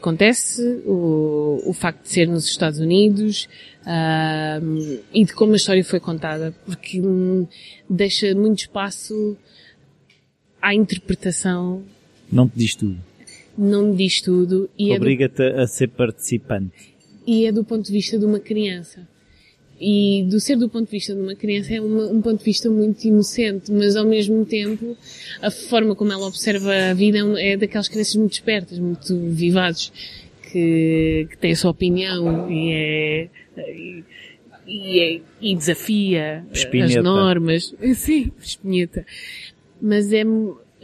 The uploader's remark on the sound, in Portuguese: A entrevista foi gravada no Atrium Saldanha, daí haver algum ruído de fundo, que eu prefiro não ter, mas que não impede de aproveitar a nossa conversa.